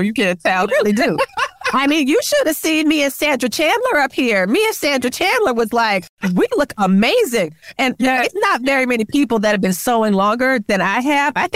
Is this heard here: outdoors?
no